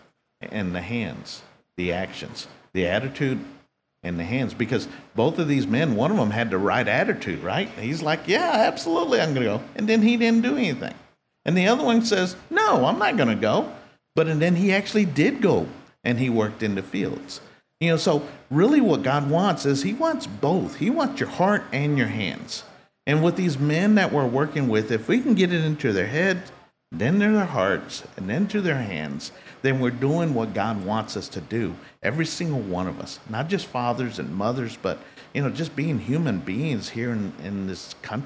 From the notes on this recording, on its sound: This week, recording live from Old House BBQ in Carrollton, Texas.